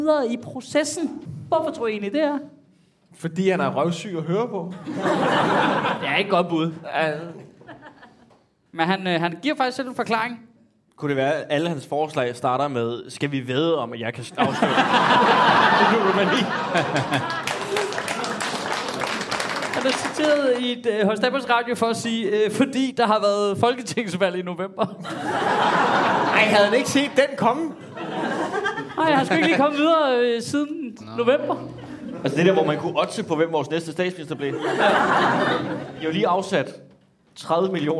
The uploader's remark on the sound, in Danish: Afsnittet er optaget live på Comedy Zoo